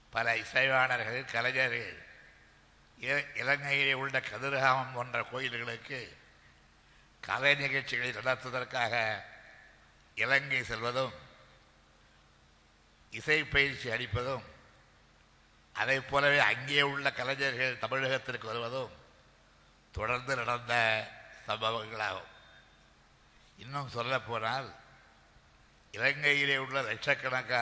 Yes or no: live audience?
yes